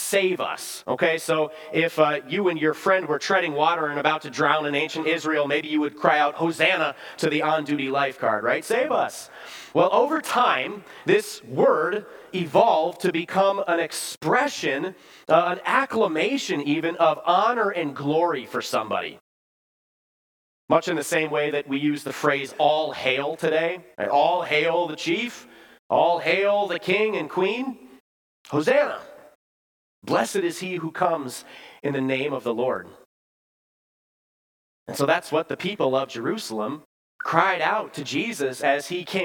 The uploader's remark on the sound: Bethany, Appleton, WI. Preached this sermon at Bethany's Sunday worship on April 2, 2023.